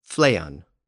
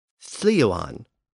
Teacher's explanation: the tendency was to use an FL sound instead of this Gothic THL sound